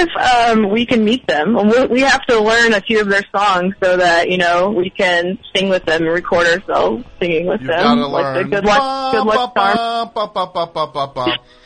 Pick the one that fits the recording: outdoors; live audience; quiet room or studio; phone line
phone line